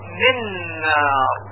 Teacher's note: مثلا در عبارت من نار، ما وقتی که ادغام میکنیم در هم میشه من نار، میگن نون من در نون نار ادغام شد